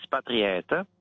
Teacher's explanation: in pugliese si dice spatriete con la schwa finale